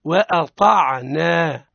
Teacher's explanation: حينما نقول وأطعنا وآ خطأ، صواب وآ الهمزة مرققة والطاء مفخم